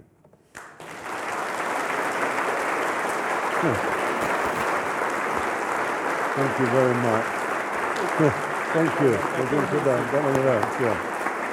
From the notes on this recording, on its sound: lecture at the University followed by Q&A